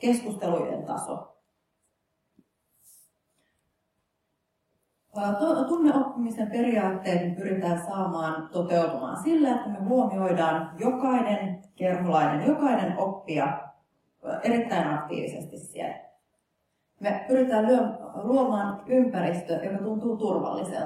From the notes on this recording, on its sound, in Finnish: Helsinki, Kumpulan kampus, Physicum, sali D101. Laitteet: Zoom H4n.